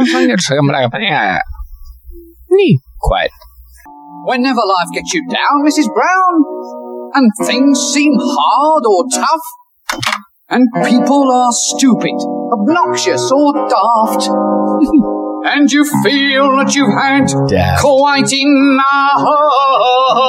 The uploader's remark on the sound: This episode was recorded in early August of 2023 when we were still working out the audio kinks for quality sound. Apologies for the poor sound quality.